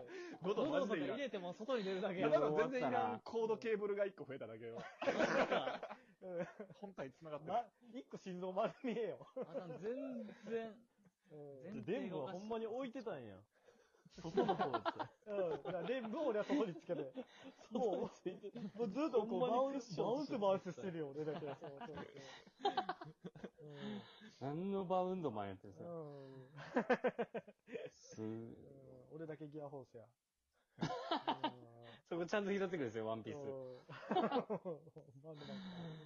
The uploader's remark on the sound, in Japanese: Radiotalkで録音した初期音源のため前フリやBGMもなくボリュームも小さめですがお許し下さい